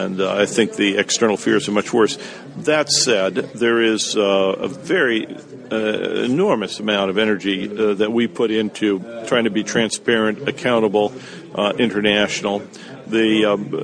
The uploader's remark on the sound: This interview was made while at the Netexplorateur Forum 2011